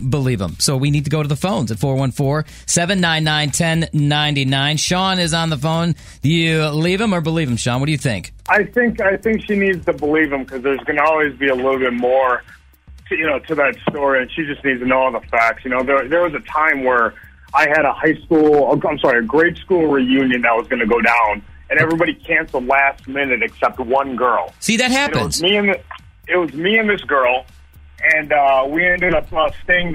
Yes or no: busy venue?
no